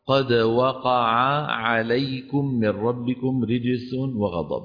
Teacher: لأن حرف العين عميق من وسط الحلق، فهو بحاجة إلى شيء من يعني التأكيد عليه. قد وقع عليكم، وقع عليكم، لا بد من بيان حرفي العين في وقع وفي عليكم، ولا نقول وقع عليكم.